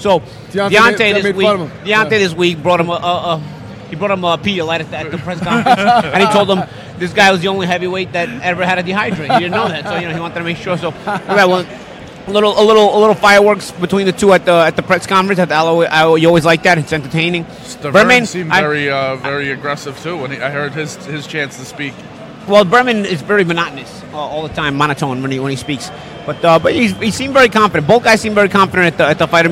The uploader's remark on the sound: recording live from Barclay's Center in Brooklyn